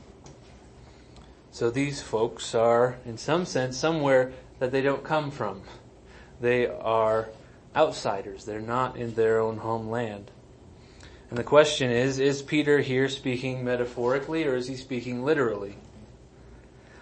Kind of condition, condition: setting, large echoing room